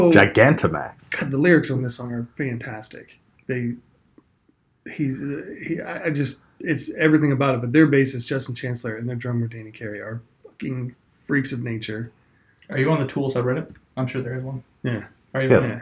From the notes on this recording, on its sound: I am so sorry for the audio quality this week. It was all my fault.